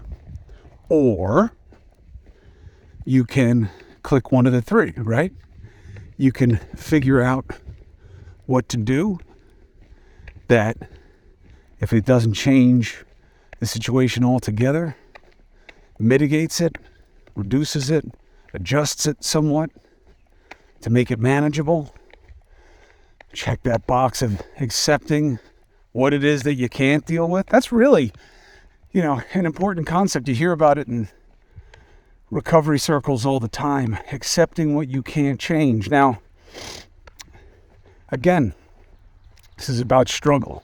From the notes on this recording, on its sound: Walk and Talk.